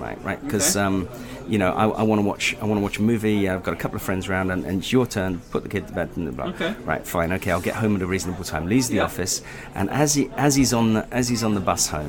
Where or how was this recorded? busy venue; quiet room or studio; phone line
busy venue